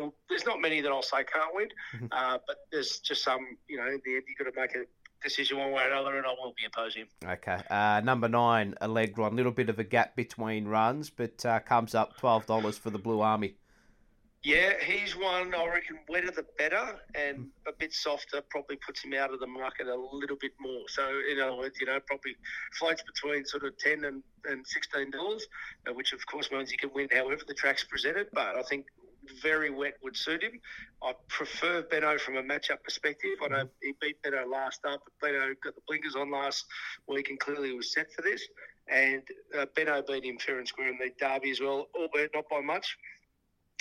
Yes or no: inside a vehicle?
no